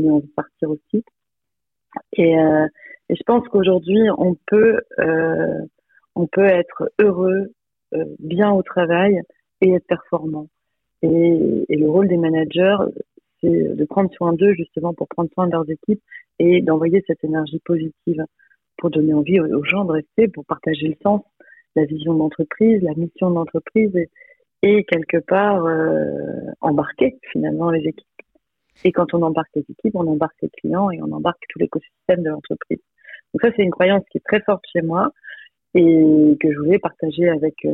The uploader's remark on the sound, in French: C’est par téléphone, qu’elle nous partage son expérience et ses enseignements.